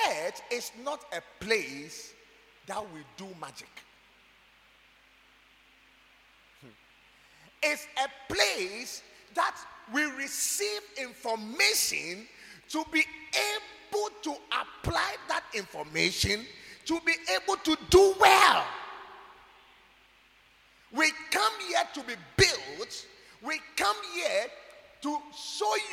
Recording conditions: large echoing room